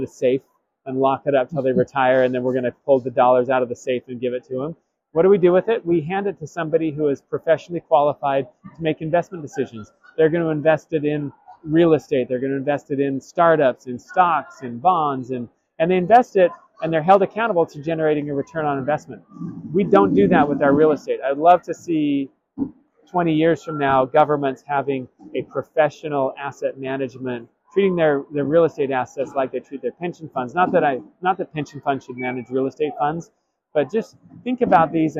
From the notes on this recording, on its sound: at the Government Finance Officers' Association 2023 annual conference in Portland, OR